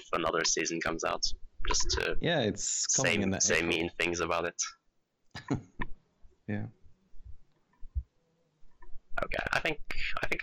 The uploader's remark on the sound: A slight tweak in audio ruins our 50 minute recording of Mob Psycho 100. Audio peaks all over the place resulting in a horrifyingly bad episode that will most likely kill your ears.